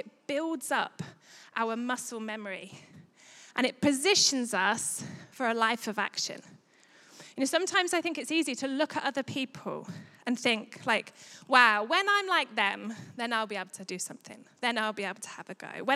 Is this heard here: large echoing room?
yes